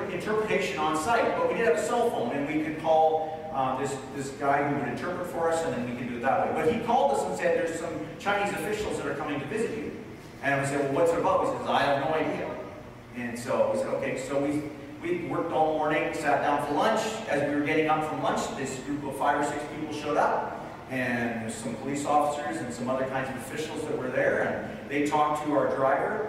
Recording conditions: poor sound quality